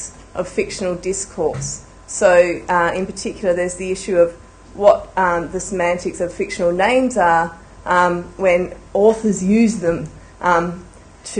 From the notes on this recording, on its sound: A public lecture held on 26 January 2011.